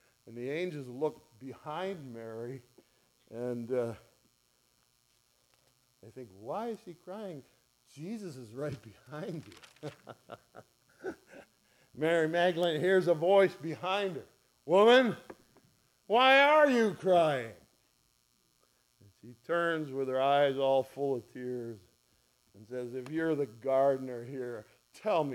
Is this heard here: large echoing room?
yes